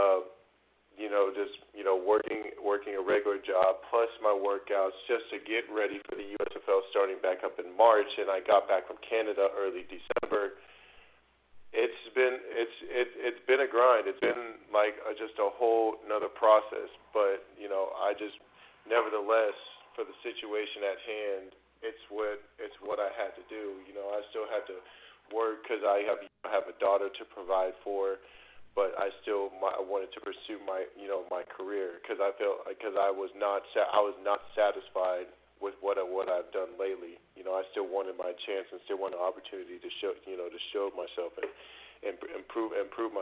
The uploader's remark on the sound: Radio Interview. LIVE on the Back In Action Hotline.